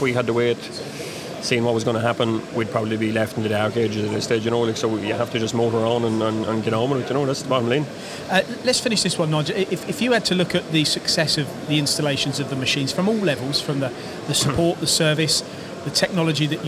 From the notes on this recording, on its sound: Recorded at Star GB's recent open house event in Derby. The showroom at Star GB's UK head quarters.